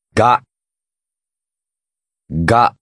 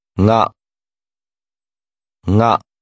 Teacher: You will hear this letter with both a hard G sound and with another more nasalized sound.